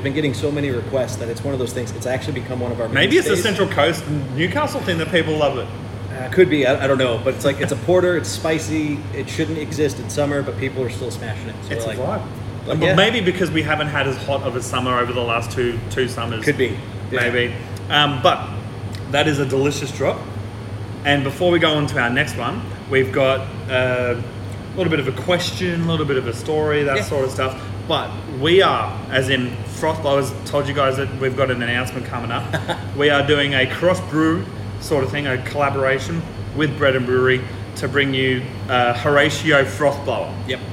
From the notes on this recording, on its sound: On Location at Bread & Brewery. In this episode, I went for a short trip up the M1 to Bread & Brewery in Morisset.